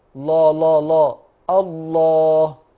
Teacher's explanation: منطقة أقصى اللسان ابتدت تعلو مع اللام المفخمة